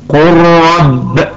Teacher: فاللام والراء حرفان متقاربان، جاءت اللام ساكنة وجاءت الراء متحركة، لذا فحكمهما الإدغام ويكون النطق هكذا قل رب.